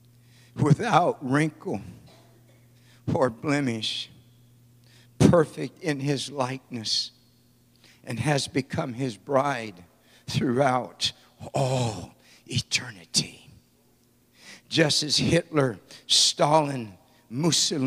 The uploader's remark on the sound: at the Victory Gathering at Fireplace Fellowship